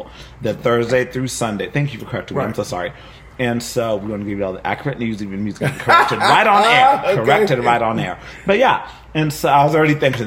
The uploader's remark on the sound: Recorded at WineHaus in Fort Worth